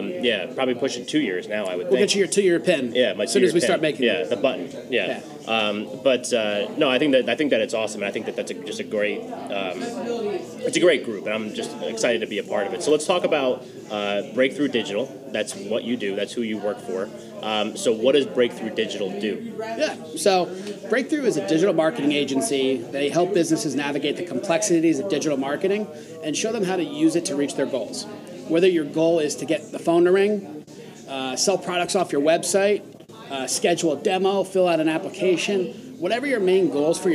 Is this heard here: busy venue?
yes